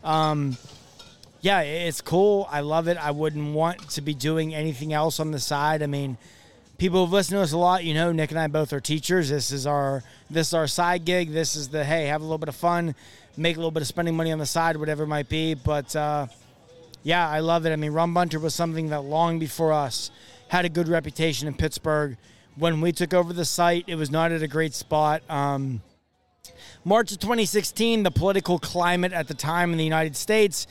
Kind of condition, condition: setting, busy venue